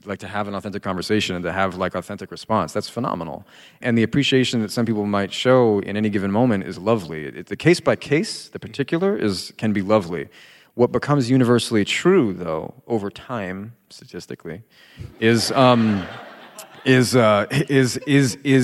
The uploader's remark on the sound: Vibe Check LIVE! They answer a few advice questions from the audience.